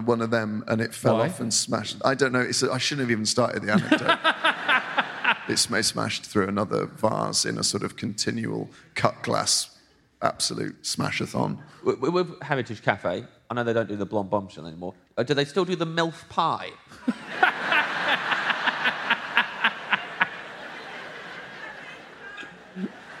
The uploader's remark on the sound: Live at the Bristol Hippodrome. Live in Bristol.